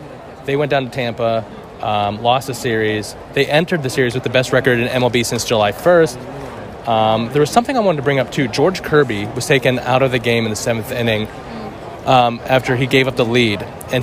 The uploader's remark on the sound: Live from PNC Park. Pirates game at PNC Park and drink a Woodbridge Cabernet from plastic cups. Get ready for ballpark sounds and good times.